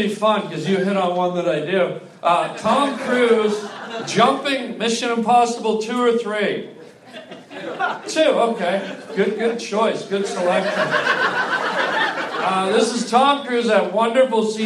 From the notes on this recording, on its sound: LIVE stand up comedy.